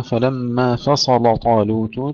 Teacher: تفخيم اللام لورش وصلا، أما إذا وقفنا عليها فصل فيجوز فيها التفخيم والترقيق، والتفخيم أولى.